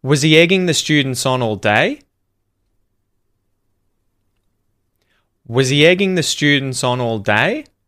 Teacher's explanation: Rising intonation at the end there. Was he egging the students on all day?